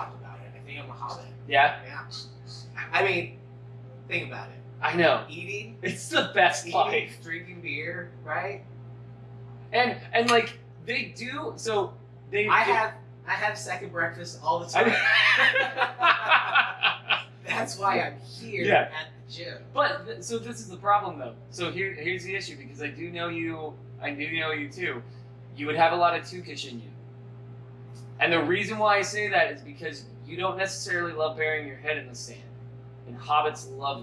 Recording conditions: poor sound quality